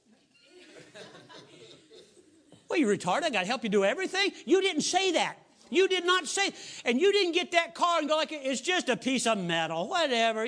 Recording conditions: large echoing room